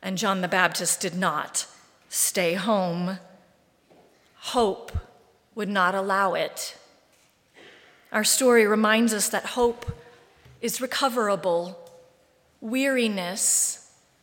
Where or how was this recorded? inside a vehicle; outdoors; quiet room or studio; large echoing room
large echoing room